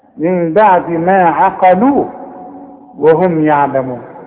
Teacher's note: شوف العين برققها ازاي شوف القاف بفخمها ازاي شوف اللام برققها ازاي